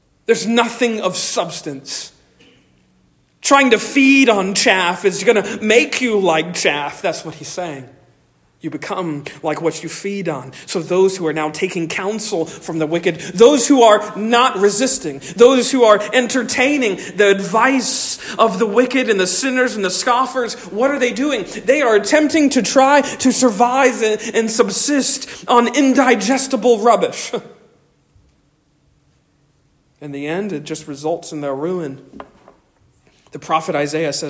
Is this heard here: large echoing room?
yes